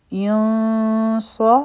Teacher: دی لا بیا به مونږ یا او نون یو ځای کړو ځکه چې نون خالي دی د دې مطلب دا دی چې پرې سکون دی مخکې صاد دی دلته به اخفا کو